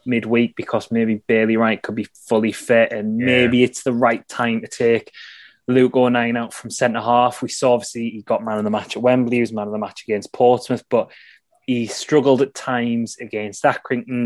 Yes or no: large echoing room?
no